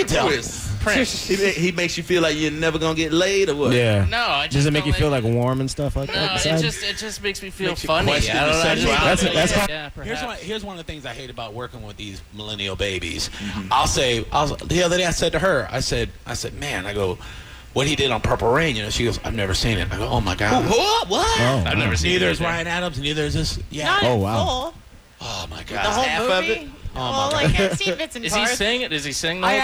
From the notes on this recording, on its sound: Live from Gennaro's. The most epic of night time radio cross overs happened.